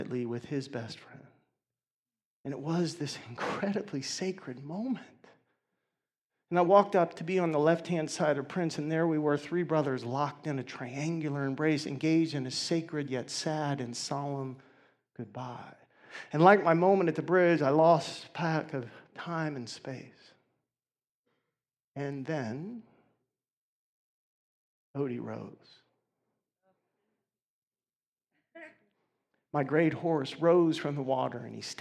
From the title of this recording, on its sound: 2019 Awareness Conference